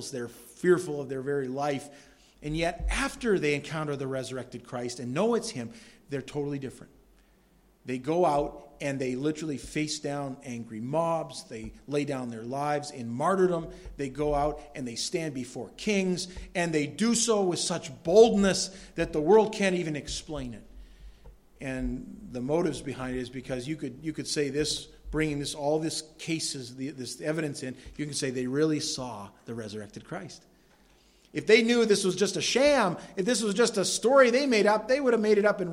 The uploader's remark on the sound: delivered at Madawaska Gospel Church